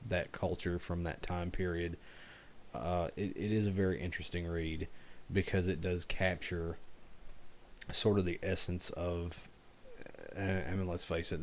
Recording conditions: uneven or low level